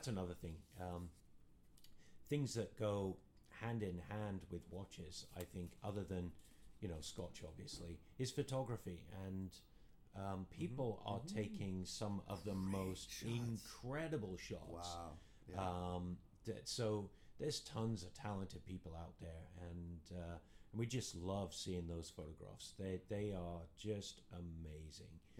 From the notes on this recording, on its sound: Hodinkee 10 Live From New York